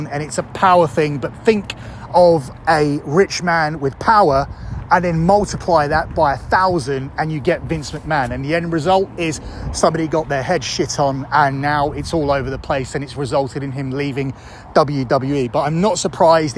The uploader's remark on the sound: Reporting Live from Royal Rumble Superstore